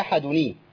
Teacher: انا عندي الدال مضمومه والتنوين هيكسر لالتقاء بساكن